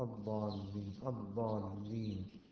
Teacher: وإذا دخلت الألف واللام على الحرف القمري تظهر، فتقول في الله والرحمن، حروف قمرية، الرحيم، الصراط، الضالين، الضالين، تدغم. يعني تكون بالتالي الضاد حرف مشدد، تقلب اللام إلى ضاد